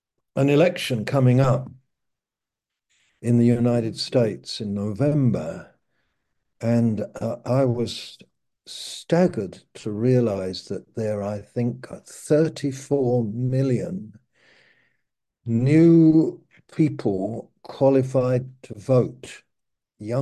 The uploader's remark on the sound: Malaysia Meets (Zoom).